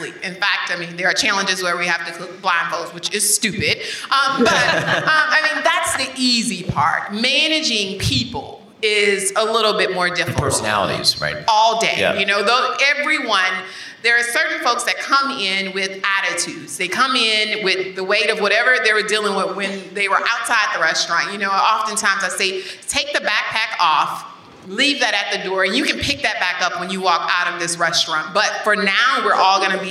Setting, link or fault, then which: setting, busy venue